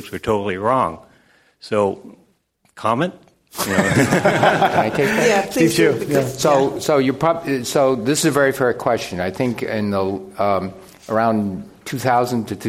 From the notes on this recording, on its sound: This program was recorded in front of a live audience at the Commonwealth Club of California on December 15, 2016.